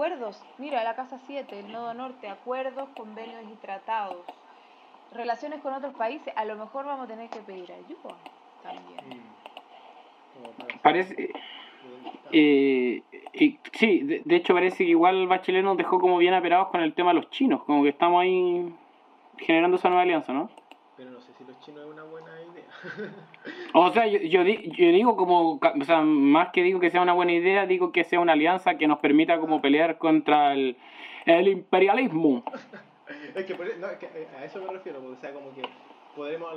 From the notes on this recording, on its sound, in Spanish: Por culpa de mercurio retrógrado, tuvimos problemas con la grabación, así que idealmente escuchen el programa con audífonos.